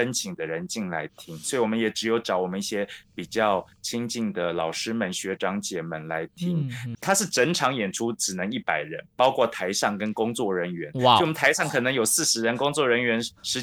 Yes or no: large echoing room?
no